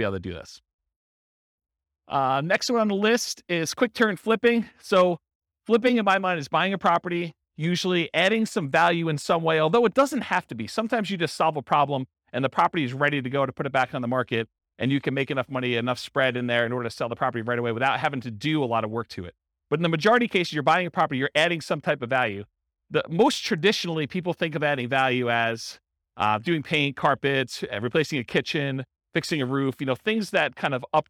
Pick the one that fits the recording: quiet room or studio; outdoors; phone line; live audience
live audience